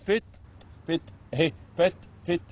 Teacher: ليس جريان صوت انما جريان نفس